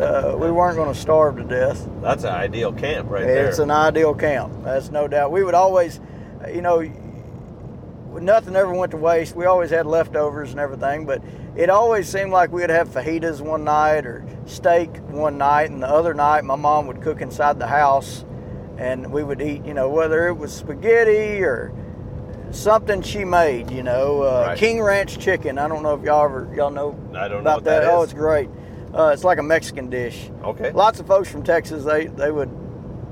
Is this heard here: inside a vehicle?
yes